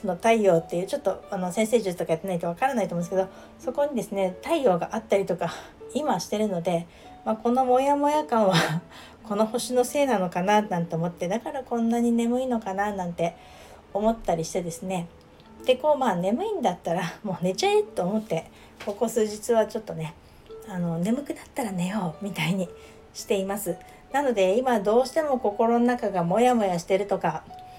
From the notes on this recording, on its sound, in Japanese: ご飯の支度をしながらなので雑音が入ってます